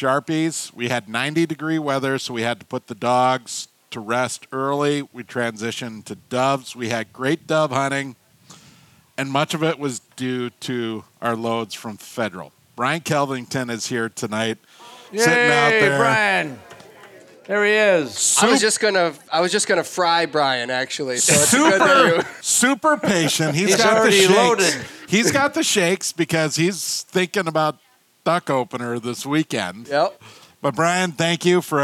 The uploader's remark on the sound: Live from Bear Cave Brewing in Hopkins, MN the entire Flush crew celebrates the start of a new hunting season answering questions from viewers and listeners, while sippin’ drinks with an audience of hunters.